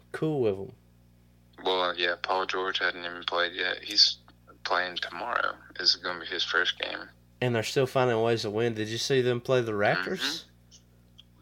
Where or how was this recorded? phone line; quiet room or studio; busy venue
phone line